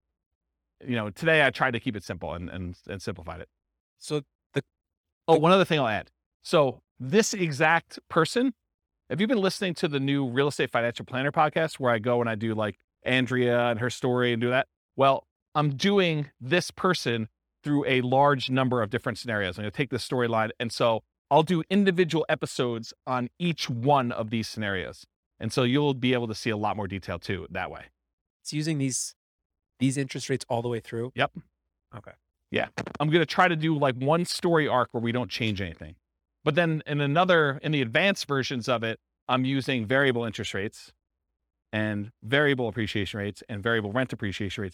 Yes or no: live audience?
yes